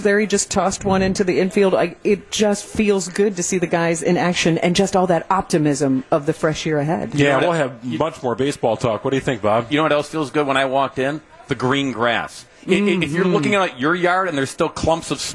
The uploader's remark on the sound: live broadcast from the 2nd annual Brewers Eve Bash at The Barrel Yard